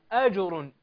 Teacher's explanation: الجيم هنا قلقلتها صغرى لأنها وردت في ثنايا الكلمة